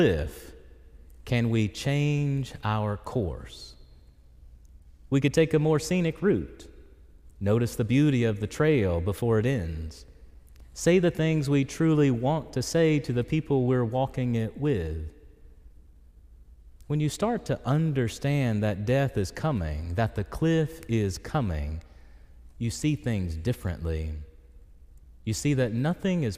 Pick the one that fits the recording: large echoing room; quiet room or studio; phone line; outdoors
large echoing room